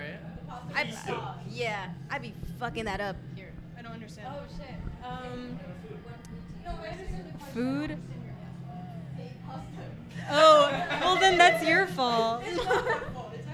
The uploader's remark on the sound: LIVE AND DIRECT FROM THE GALVAN BALLROOM